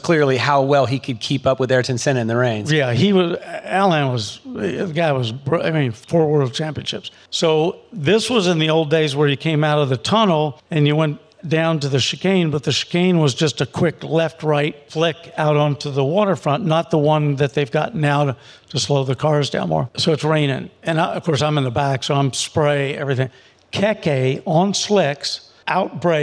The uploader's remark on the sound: Take TCC on the road to the 2023 Pebble Beach Concours d'Elegance for an episode recorded in front of a live audience.